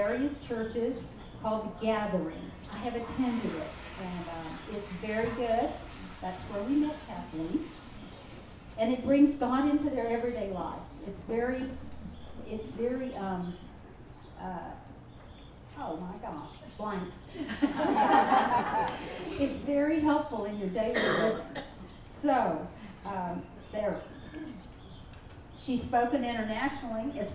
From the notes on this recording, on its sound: It was recorded live at the Women of the Canyon Spring luncheon that 200 women attended.